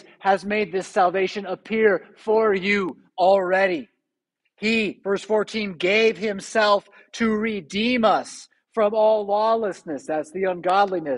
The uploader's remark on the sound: Preached at St Paul Lutheran Church , Rockford, Illinois on December 24, 2021. Christmas Eve Preached.